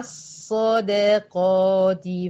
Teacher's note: الصاد المشددة دي الصاد الأولى بتاعتها فيها رخاوة